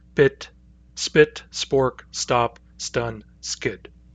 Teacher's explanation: We get the plain unaspirated PTK elsewhere, inside a word, especially after an S: bit, spit, spork, stop, stun, skid.